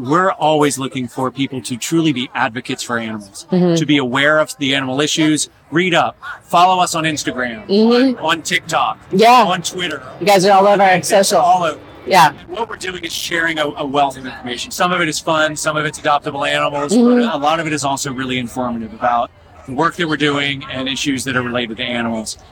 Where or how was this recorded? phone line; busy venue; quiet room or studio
busy venue